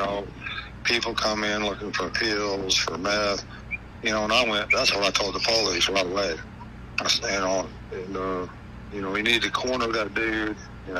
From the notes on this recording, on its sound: This is Volume 1 of my phone calls